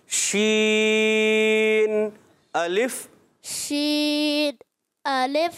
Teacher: شین ہونٹوں کو آگے کر لیتے ہیں آگے نہیں کرنا ایسے نارمل شین الف شین الف اچھا منہ میں آواز پھیلتی بھی ہے